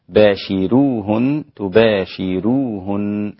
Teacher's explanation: الراء مرققة للإمام ورش · Term: ترقيق الراء